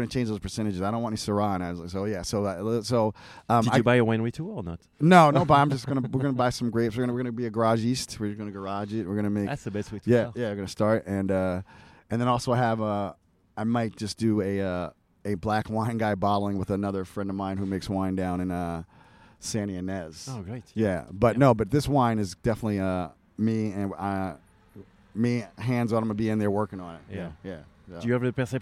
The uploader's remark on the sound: Live from Hospice du Rhône. Live chats from Hospice Du Rhône’s flagship event in Paso Robles, California. The 2022 event featured over 120 international Rhône producers. Was there recording live with many of the brilliant winemakers and other prominent wine folks attending this year.